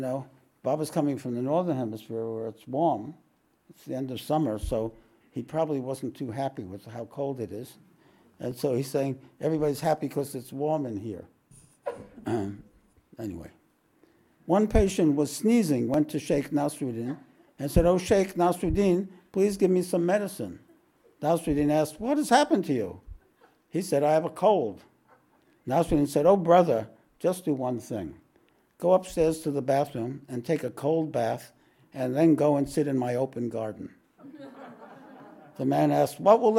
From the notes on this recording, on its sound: This podcast was recorded live at The Ashram in Mount Eliza on the 6th of May, 2023.